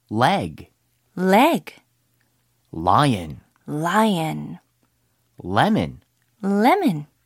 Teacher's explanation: 혀를 딱 혀끝을 갖다 대고 울, 울 떼면서 소리 내는 거예요.